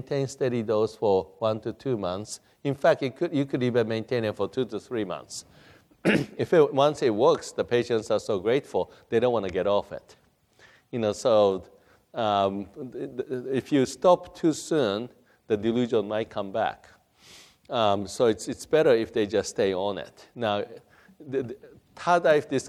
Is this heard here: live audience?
yes